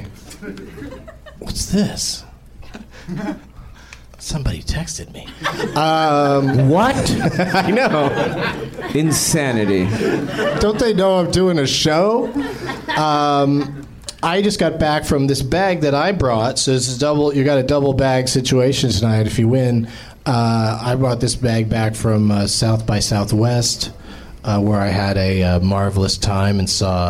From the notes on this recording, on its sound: Live from the NerdMelt Showroom in LA